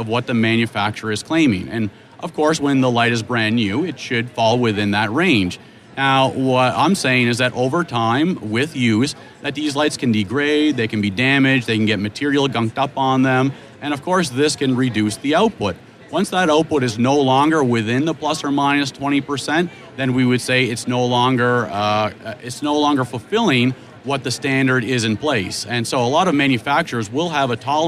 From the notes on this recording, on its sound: Live from the 3M booth at the GNYDM 2019